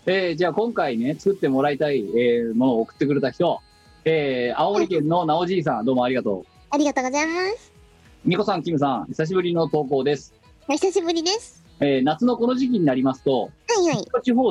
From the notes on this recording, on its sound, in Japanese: 本番組はリモート収録です。収録時環境の影響により、聴き取り辛い部分があります。